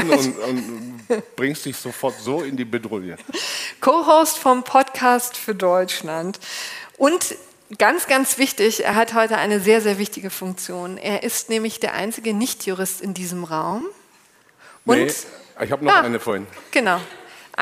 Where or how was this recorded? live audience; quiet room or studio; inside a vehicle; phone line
live audience